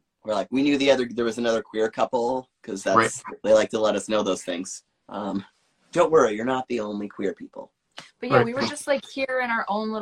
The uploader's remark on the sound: This episode of the podcast is LIVE, Instagram Live to be specific.